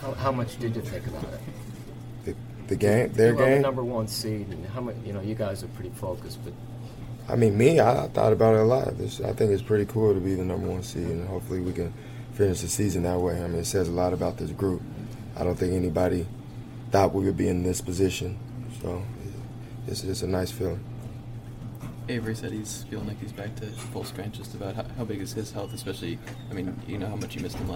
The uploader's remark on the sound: Full Report from TD Garden